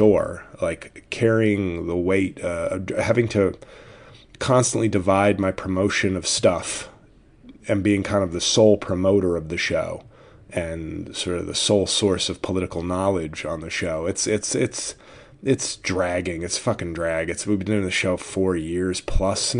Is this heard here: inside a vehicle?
no